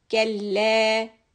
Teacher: Don't forget to stretch the lam, two counts. And the kaf and lam are soft.